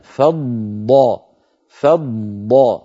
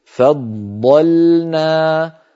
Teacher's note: ضادات، الضاد الأولى مشددة فض ف فض، فننطقها بهذا الشكل فضلنا، فض فاء مرققة ضاد مفخمة بعدها لام مرققة